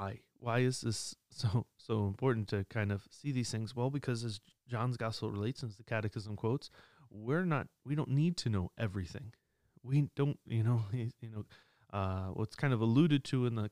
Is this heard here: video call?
no